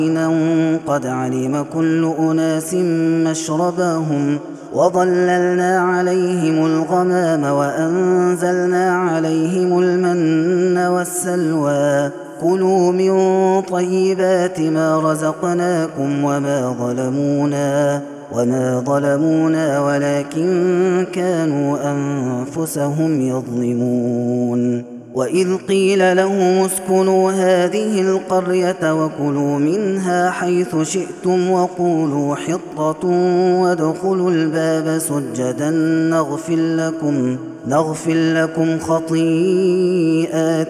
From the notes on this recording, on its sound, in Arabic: هذا التسجيل من صلاة التراويح